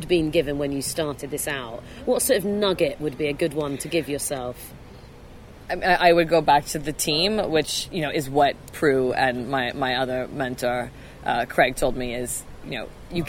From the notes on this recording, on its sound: We recorded this session at the Festival of Female Entrepreneurs in Bristol on 21 October